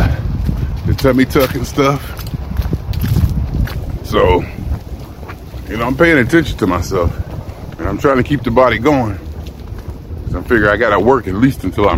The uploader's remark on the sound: Me Walking Talking.